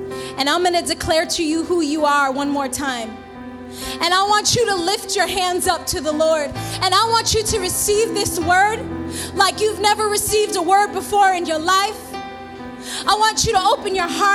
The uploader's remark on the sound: This sermon was recorded live at The Sanctuary Fellowship, 1469 St. Peters Avenue, Bronx, NY.